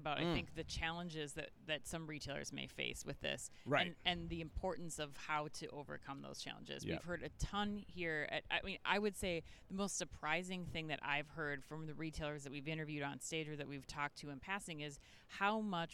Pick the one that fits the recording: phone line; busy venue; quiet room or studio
busy venue